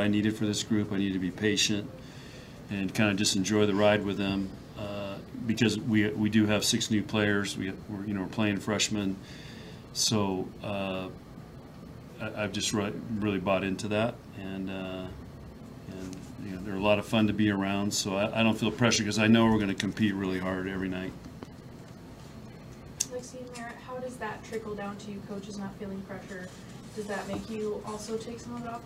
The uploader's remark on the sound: Nebraska NCAA Volleyball Regional Final Press Conference.